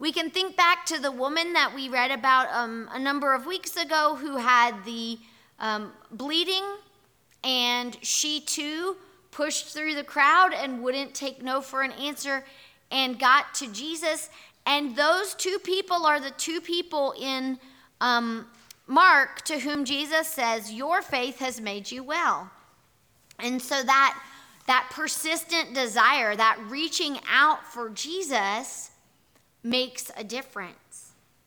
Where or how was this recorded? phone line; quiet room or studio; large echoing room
large echoing room